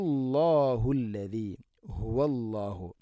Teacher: തൊണ്ടയുടെ താഴെ ഭാഗമാണ് ഹ ഇൻ്റെ മഹ്റജ്.